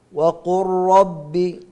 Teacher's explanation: وقل ربي اللام مع الراء، قلبنا اللام إلى راء وأدغمناها في الراء فذهبت اللام ذاتا وصفة · Term: إدغام كامل